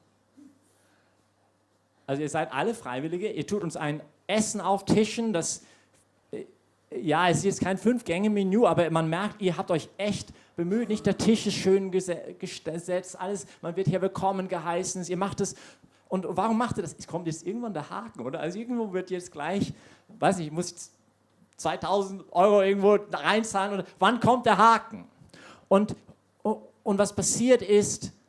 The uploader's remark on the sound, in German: Predigt aus der YP Messe